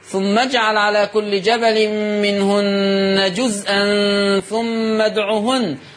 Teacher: ولا تطيل زمن الضمه ثم ادعوهن عشان ما يتولدش واو